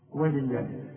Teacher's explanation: لفظ الجلالة هنا مرقق لأن اللام مكسورة